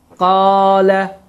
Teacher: Qaf hərfinin hərəkəsi fəthə olduğu üçün bu, deməli, fəthə iki hərəkə miqdarında uzadır.